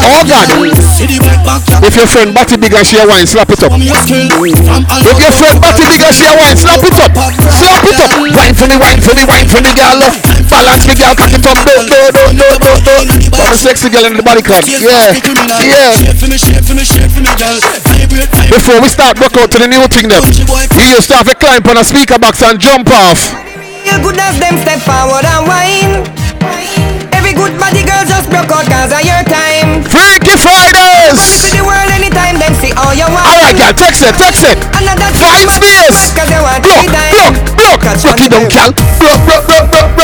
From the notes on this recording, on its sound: live at the legendary freaky fridays